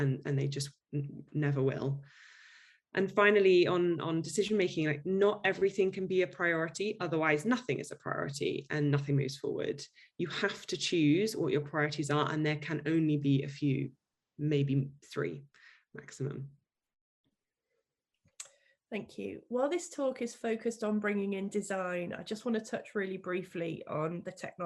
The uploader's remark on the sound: This podcast is a audio recording of a webinar from the Digital Leaders Innovation Week. This podcast is a audio recording of a webinar from the Digital Leaders Innovation Week.